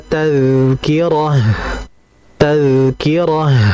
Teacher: Dan terakhir, di situ ayat 11 ada ta marbutah. Dikarenakan kita waqaf atau berhenti, maka menjadi ha. Maka sifatnya mengikuti huruf ha dialirkan.